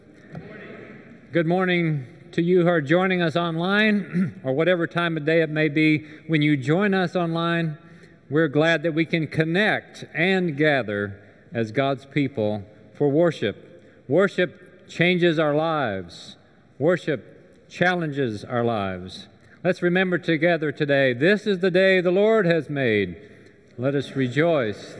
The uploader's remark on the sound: Recorded live during the Sunday worship service.